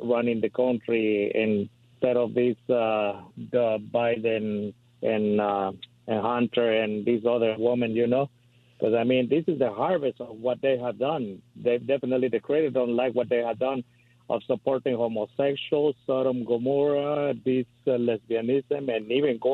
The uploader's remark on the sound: Open Phone Friday